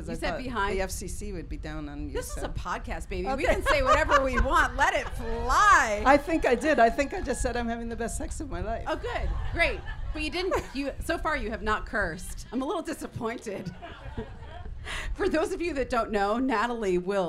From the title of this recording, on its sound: SHEROES Live At Newport Folk Festival